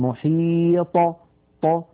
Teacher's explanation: فإذا سكنت الطاء اهتزت في مخرجها وخرجت بالتباعد بين طرفي عضو النطق، ولم تخرج بالقرع أو بالتصادم بين طرفي عضو النطق كبقية الحروف الساكنة، فنقول في السكون أطاء محيط، ولا نقول محيط هكذا محيط، بل نقول محيط ط، فهكذا نخرجها بالتباعد بين طرفي عضو النطق شديدة مجهورة مستعلية مطبقة. · Term: القلقلة